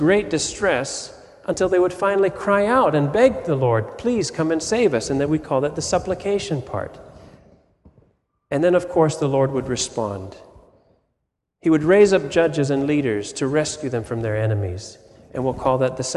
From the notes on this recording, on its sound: Sermon audio from FIBC Copenhagen